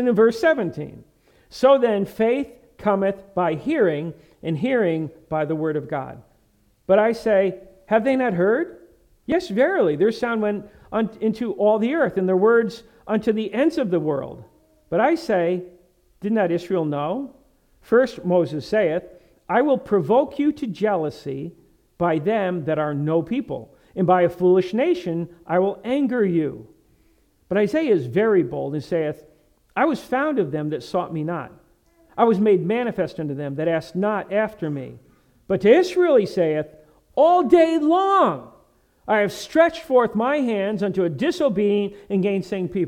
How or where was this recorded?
large echoing room